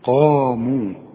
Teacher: كل قاف وبعدها ألف من أعلى درجات التفخيم